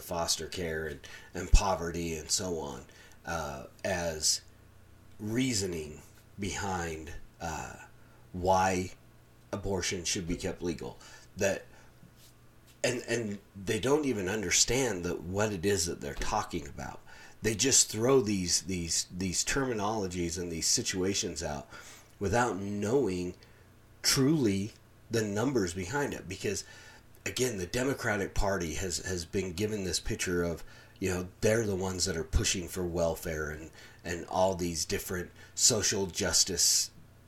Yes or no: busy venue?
no